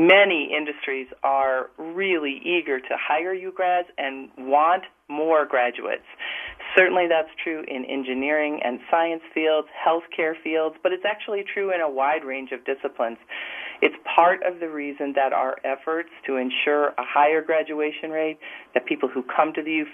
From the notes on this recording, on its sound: called